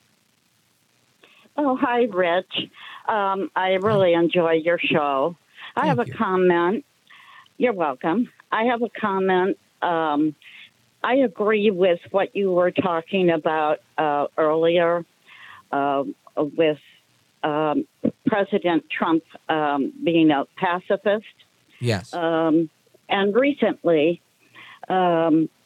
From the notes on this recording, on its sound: Finally we take your calls in open phones across America.